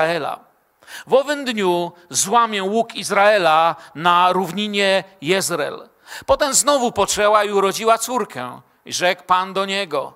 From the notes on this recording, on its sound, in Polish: Wykład został nagrano podczas środowego wieczoru z Bożym Słowem w Kościele „Filadelfia” Bielsko Biała